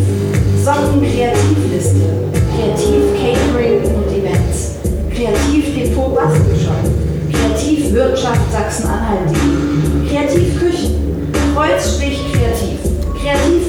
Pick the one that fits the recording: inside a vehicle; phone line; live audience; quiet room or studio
live audience